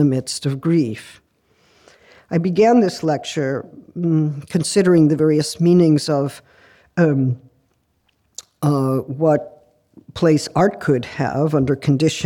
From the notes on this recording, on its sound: The lecture was recorded at the University of Copenhagen, Denmark, on May 4th 2023.